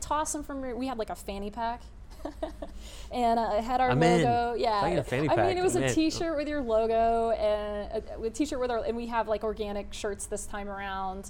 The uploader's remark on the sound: This interview was done at The Grove in Dallas, TX during Startup Week in Dallas this year. In front of a live audience at that beautiful co-working space.